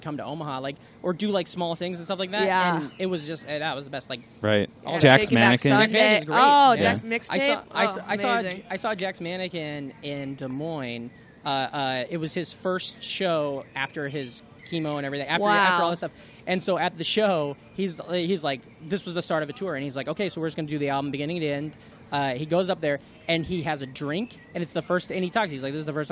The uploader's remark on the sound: It was recorded LIVE from the patio of The Creek and The Cave in Long Island City, Queens!